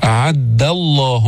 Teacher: أعد الله، ما تفخم الدال، بعضهم يقول أعد الله ضا أو يفخمها أو يأتي بها قريبة من الضاد. أعد الله دال مستفلة منفتحة، ما فيها استعلاء، ما فيها تفخيم، ما فيها إطباق